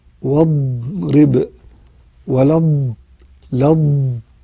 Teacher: الخلاصة أن الضاد الصوت يمتد من أول الحافة إلى الحافة، فتأخذ زمنا طويلا · Term: الاستطالة